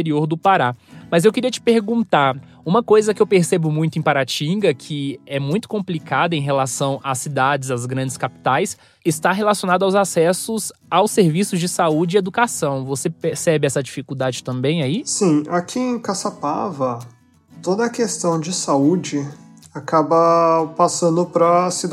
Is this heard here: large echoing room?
no